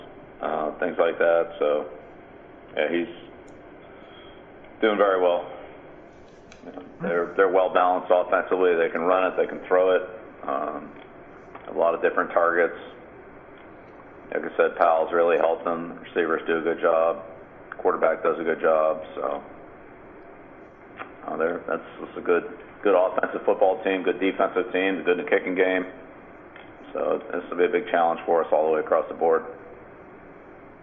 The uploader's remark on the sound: Opponent Conference Call. Head Coach of the New England Patriots Speaks with the New York Media.